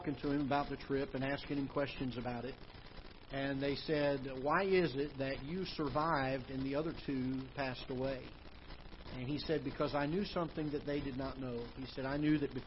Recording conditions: large echoing room